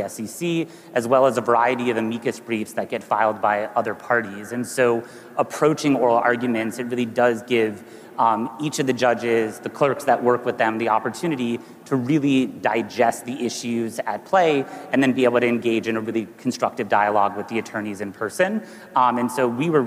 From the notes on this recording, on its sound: A Consensus 2023 panel